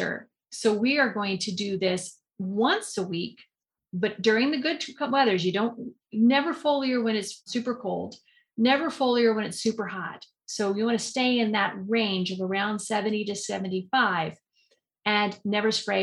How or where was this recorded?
video call